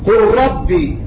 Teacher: أدغمنا اللام في الراء إدغاما كاملا